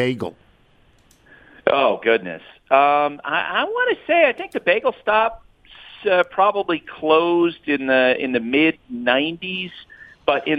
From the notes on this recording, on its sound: Phones.